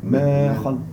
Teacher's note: Exactement, c'est le alif, ça. Et comme il n'a pas d'accent, tu prolonges le son ma. · Term: alif de prolongation